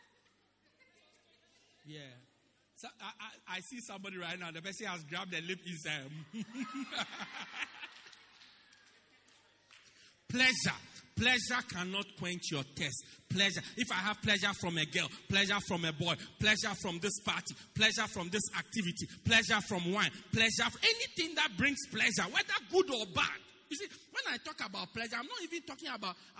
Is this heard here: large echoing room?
yes